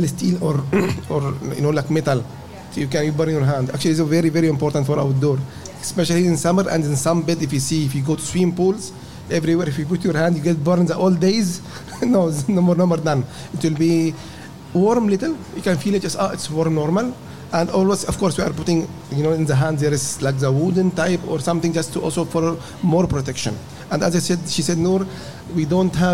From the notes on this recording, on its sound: We hosted this as a live podcast at Suncoast.